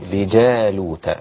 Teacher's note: الجيم هنا معطشة في القرآن وبلاش الجيم البدعية ديت